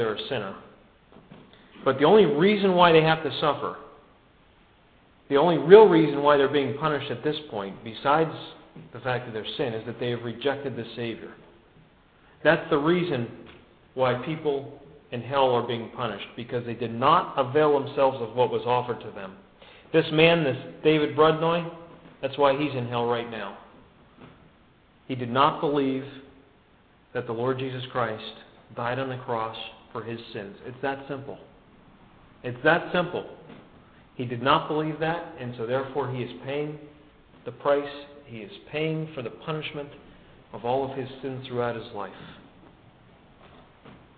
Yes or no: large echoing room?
yes